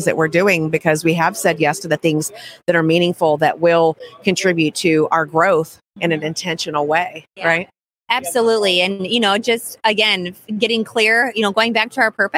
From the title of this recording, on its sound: LIVE From the ADHA Conference